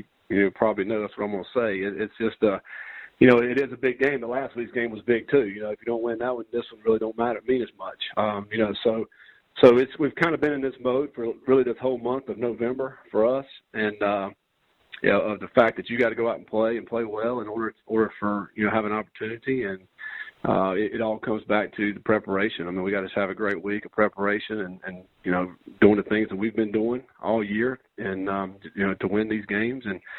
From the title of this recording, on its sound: Sun Belt Media Teleconference